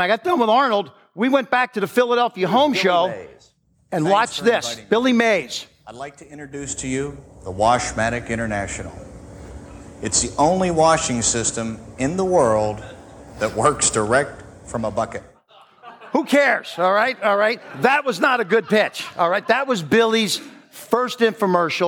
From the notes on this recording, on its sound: Recorded live at the Genius Network Annual Event.